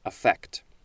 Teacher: with the emphasis on the second syllable